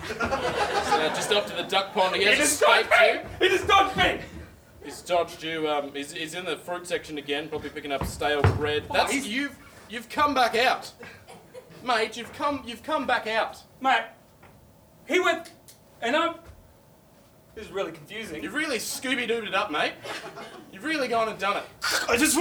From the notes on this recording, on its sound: Recorded LIVE at The Factory Theatre during the Sydney Fringe Comedy Festival.